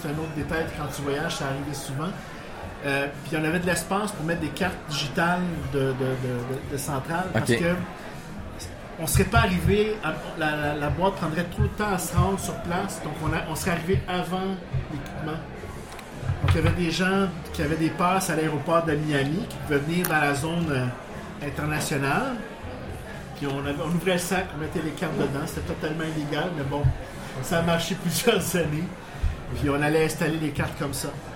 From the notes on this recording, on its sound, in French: Voici l'épisode enregistrer avec publiquenbsp; au 3 Brasseurs pour la première fois.